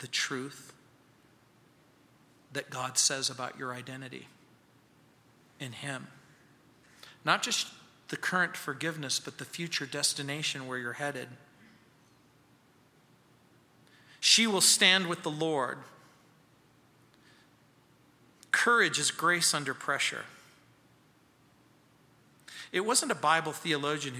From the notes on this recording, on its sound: at Calvary South Denver in Littleton CO